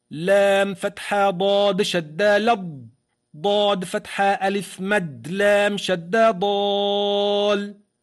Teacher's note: إذن لا وجود للألف في ولا، ولا وجود لهمز الوصل، ولا وجود لللام الساكنة إذ أدغمت في الضاد